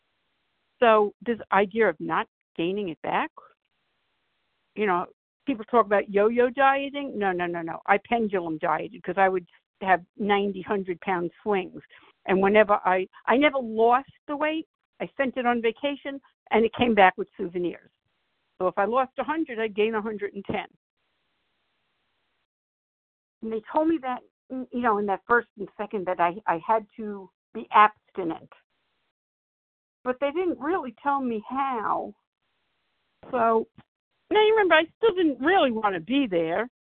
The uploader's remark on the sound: from the 100 Pounders Phone Meeting